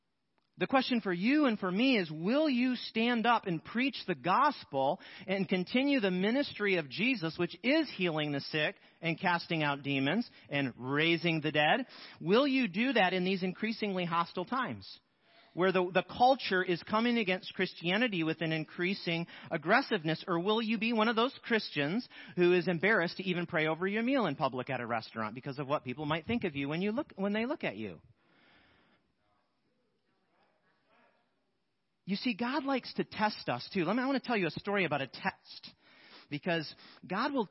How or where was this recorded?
large echoing room